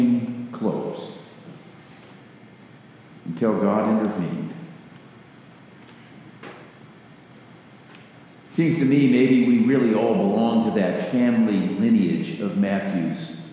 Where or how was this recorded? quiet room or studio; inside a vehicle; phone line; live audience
live audience